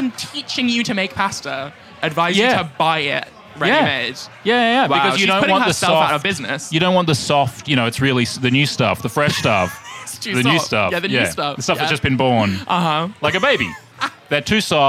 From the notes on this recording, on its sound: We’re taking you backstage at Comedy Republic. We're recording heaps of bite-sized episodes live in the green room.